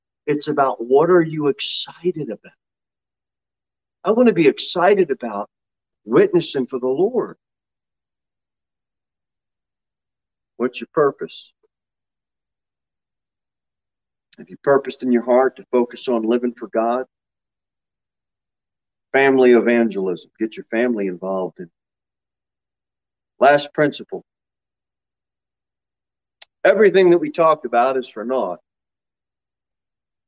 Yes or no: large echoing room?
yes